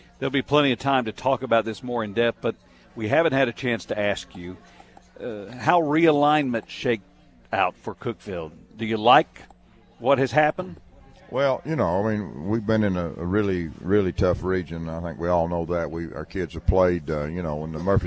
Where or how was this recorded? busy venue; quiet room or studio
busy venue